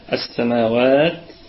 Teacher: ونراعي في الوقف همس التاء